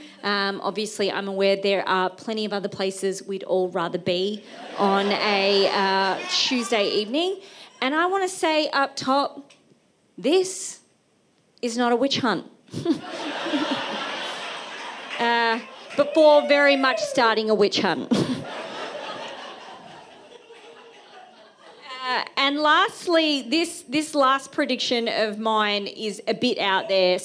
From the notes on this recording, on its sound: For the Wheeler Centre’s 2023 end-of-year showcase. The following recording is an excerpt from the event. At The Wheeler Centre.